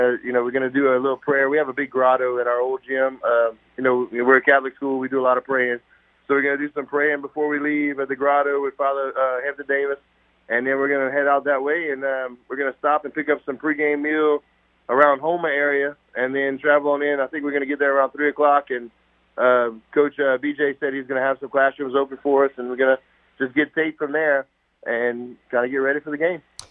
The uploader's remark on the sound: We open talking prep football and then dive into the phone lines.